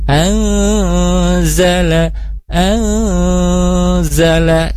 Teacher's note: ada nun sukun bertemu zai, maka ada ikhfa, maka disamarkan dan ditahan, ya ditahan dulu angzala angzala, seperti itu.